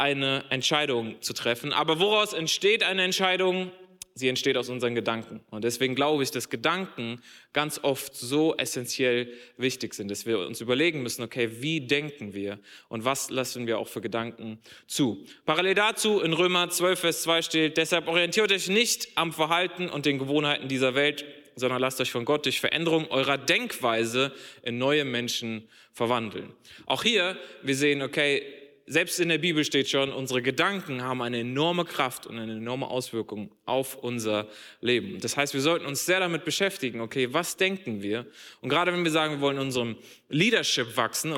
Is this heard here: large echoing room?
yes